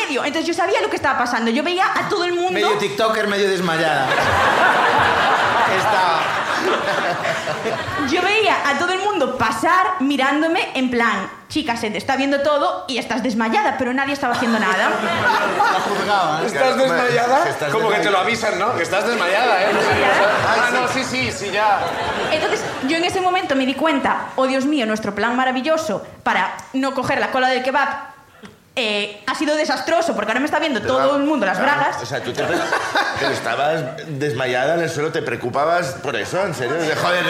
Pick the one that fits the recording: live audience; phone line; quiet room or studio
live audience